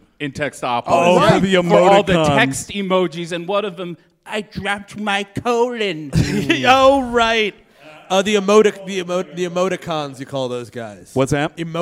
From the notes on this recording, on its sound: Recorded live at the Abrons Art Center on the Lower East Side of Manhattan— Part of the 2018 NYC Podfest.